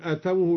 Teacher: قرأ الدوري بمد الهمزة وضم التاء ممدودة